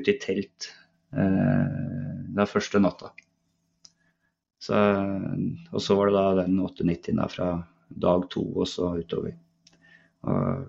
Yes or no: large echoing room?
no